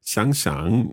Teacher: that's a third tone and a third tone, but the first third tone becomes the second tone